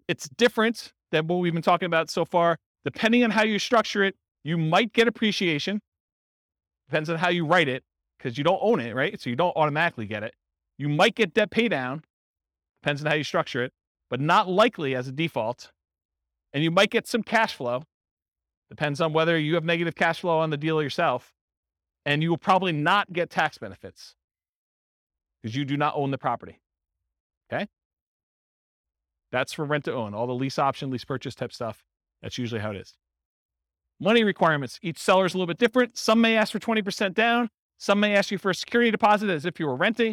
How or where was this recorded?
live audience